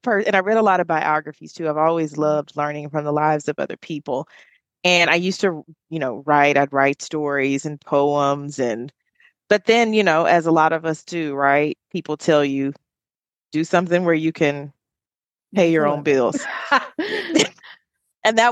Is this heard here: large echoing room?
no